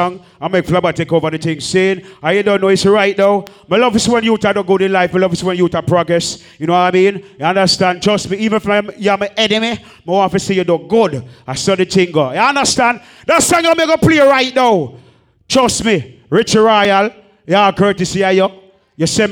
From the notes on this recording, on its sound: POP UP DANCEHALL | LIVE AUDIO 2021.